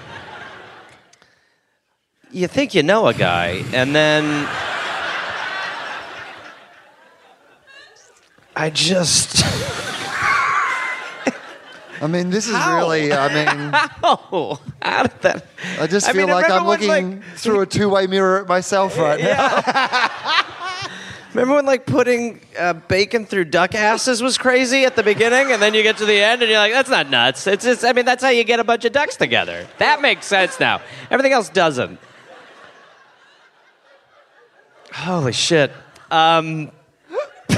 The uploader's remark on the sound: Live in Brisbane.